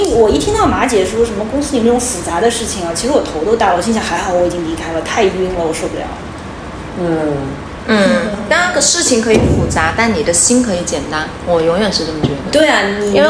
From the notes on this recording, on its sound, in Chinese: 希望这是渣音质的最后一期，大疆的小蜜蜂录出来的音质还比不上苹果手机，所以本期环境噪音略有点大，对音质敏感的同学不建议戴耳机收听。